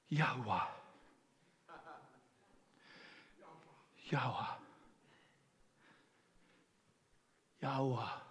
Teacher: And then the next letter, the H, the first syllable makes a barely discernible H sound. So at the end, it's sort of like an exhale.